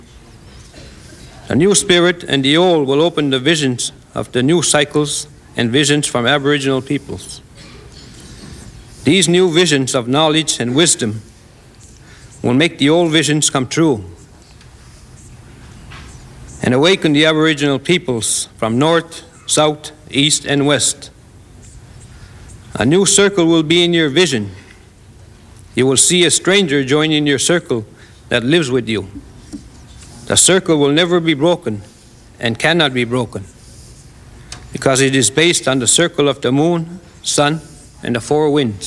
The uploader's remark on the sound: In the winter of 1993, spiritual leaders of 7 indigenous nations of North America came to the United Nations to deliver their traditional prophecies relating to the earth. They traveled from the four directions to bring their urgent messages to an audience of United Nations dignitaries and honored guests.